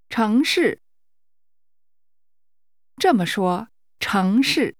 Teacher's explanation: The tones are rising and falling.